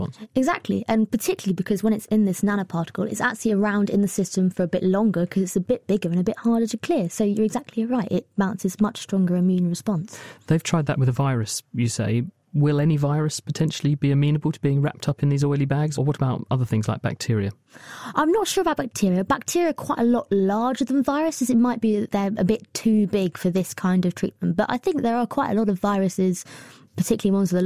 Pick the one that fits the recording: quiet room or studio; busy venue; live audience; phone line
quiet room or studio